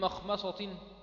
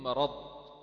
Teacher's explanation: رقق حرف الميم من مخمصة أو من مرض وبخاصة إذا أتى بعدها حرف مفخم